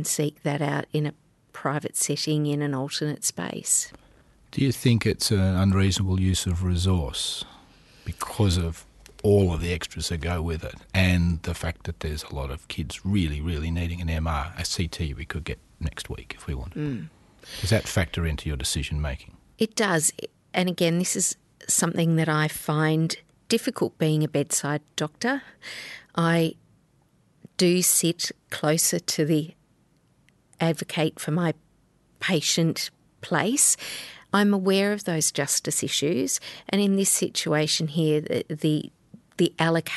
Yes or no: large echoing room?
no